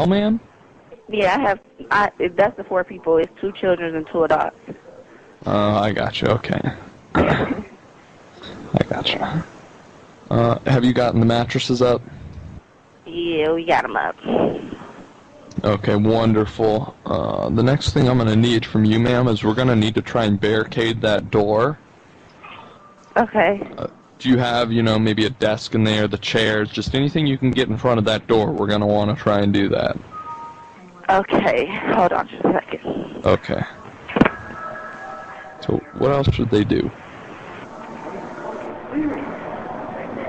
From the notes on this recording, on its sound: Prank Phone Calls